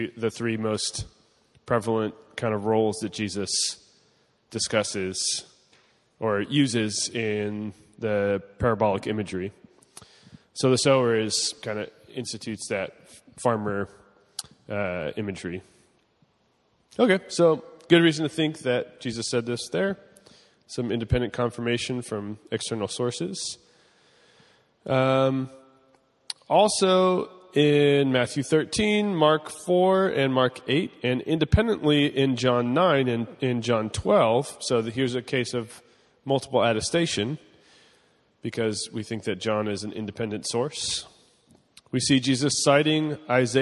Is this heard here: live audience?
yes